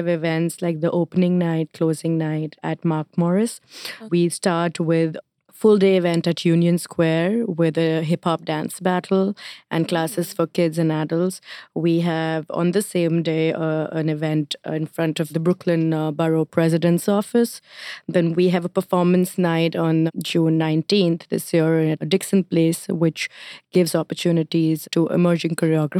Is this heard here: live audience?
no